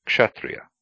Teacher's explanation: Be careful not to insert a vowel between K and S dot under. This cluster is sometimes written as KSH, or even as X. · Term: consonant cluster